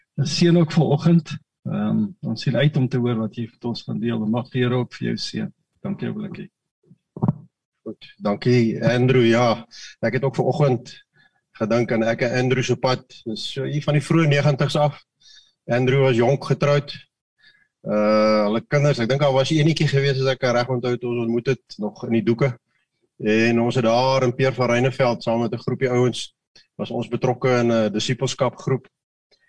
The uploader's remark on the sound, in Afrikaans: Manne van die Woord Zoom Byeenkoms.